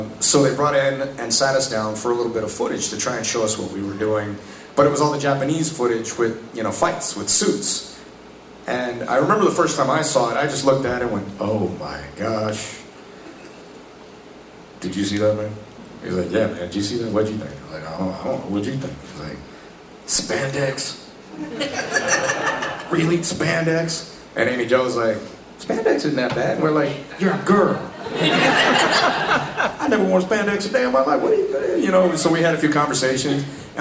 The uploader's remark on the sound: Panel from Pensacon 2016